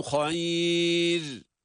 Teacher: Hayır kelimesinin ra'sı ince okunarak durulmalıdır. Çünkü burada ra'nın her ne kadar da ötre tenvin harekesi varsa da kural olarak, kaide olarak kendisinden önce cezimli bir ya ve ya'dan da önce üstün hareke bulunduğu için burada ra ince okunmakta.